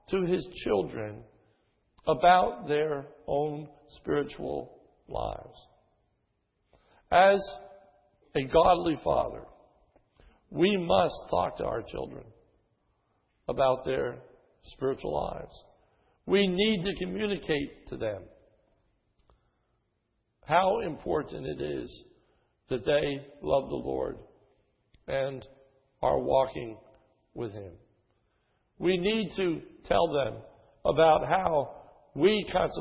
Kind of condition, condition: setting, large echoing room